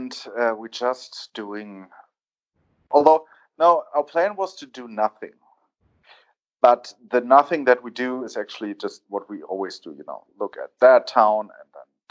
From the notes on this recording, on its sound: A return to Spanish speaking countries and low quality audio! Phones in from Mallorca.